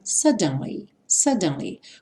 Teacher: No inglês britânico, eles falariam suddenly, suddenly, com o D bem marcadinho